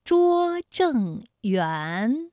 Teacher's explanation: 园的韵母是乌安，它就是前鼻韵母，政是后鼻韵母